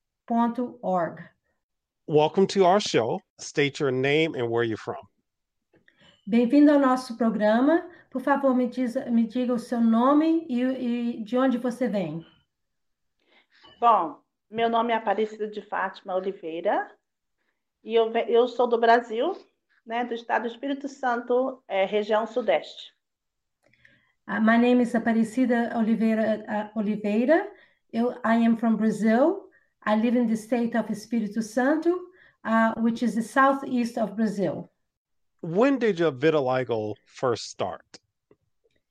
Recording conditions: video call